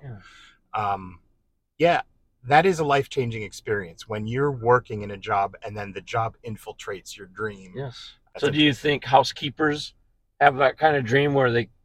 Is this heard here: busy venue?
no